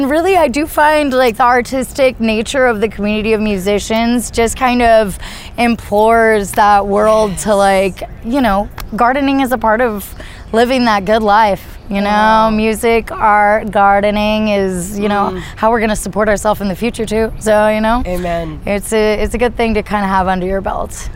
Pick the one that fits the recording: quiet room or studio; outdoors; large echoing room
outdoors